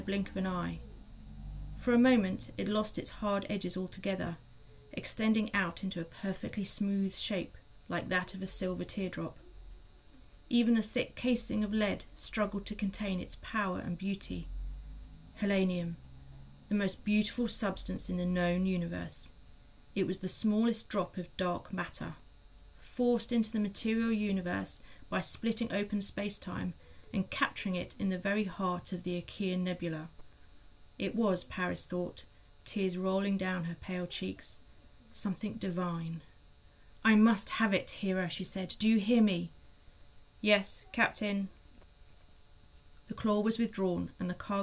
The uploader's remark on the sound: Our apologies for the background hum in this episode (we think Hera the AI might have been interfering!).